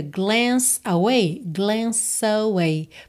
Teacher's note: Porque o E final não é pronunciado, o E final de glance. Então você já liga esse som do C no away